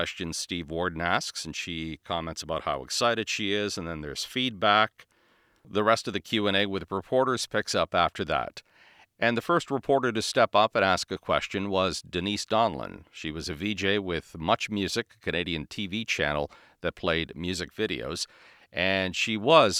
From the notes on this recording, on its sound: I was a young reporter in the media room that year, and recorded the backstage question and answer session she had with reporters.